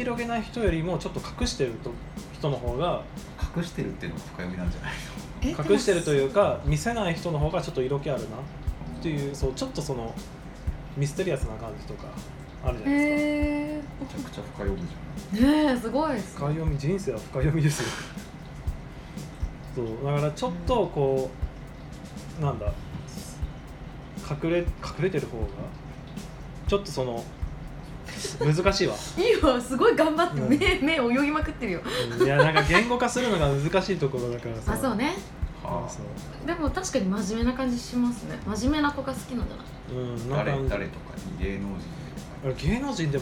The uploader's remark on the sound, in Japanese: 忘年会収録をしました